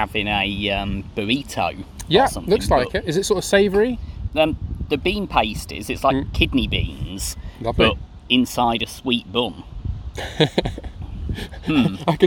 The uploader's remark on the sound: Takes me out in London. Which we then eat in a park, with the expected impact on sound quality.